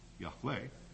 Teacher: So that if we deem it right to use the word at all with that spelling, then something like that, Yahweh, stress on the second syllable, is the way to say it.